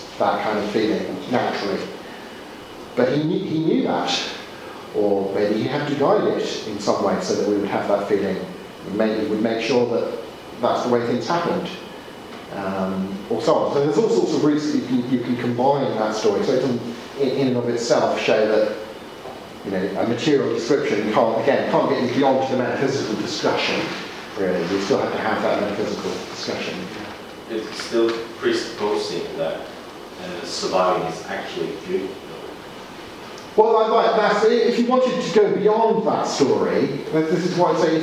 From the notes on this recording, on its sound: Audio from teaching delivered at Gimlekollen College, Norway